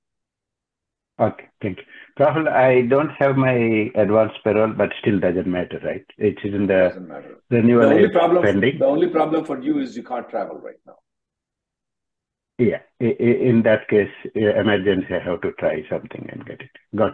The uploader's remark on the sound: Conference Call Feb 19th 2024